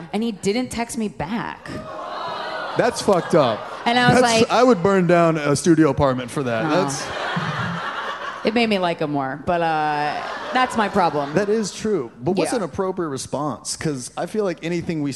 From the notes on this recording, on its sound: LIVE FROM MOONTOWER COMEDY FESTIVAL! The duo lends advice to members of the audience.